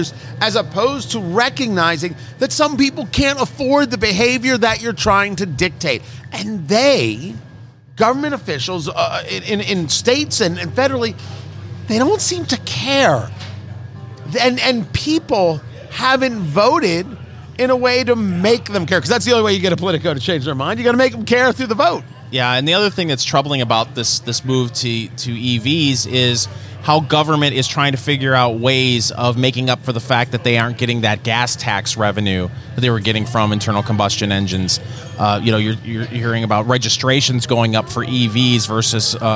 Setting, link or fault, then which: setting, busy venue